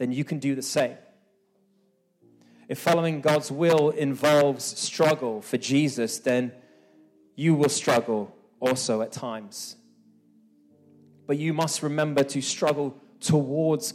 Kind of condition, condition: setting, live audience